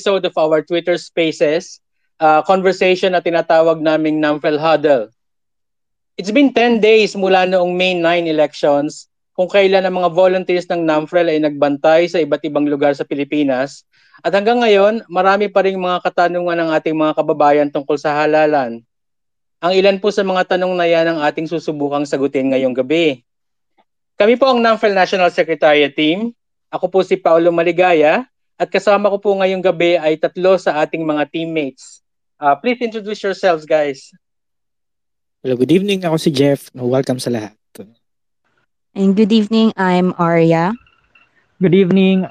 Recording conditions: video call